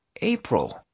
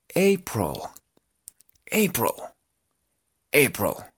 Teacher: aquí la I suena como una O